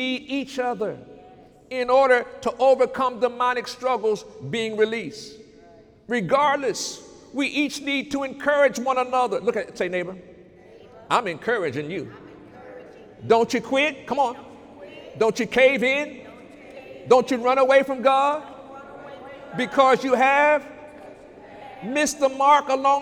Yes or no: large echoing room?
yes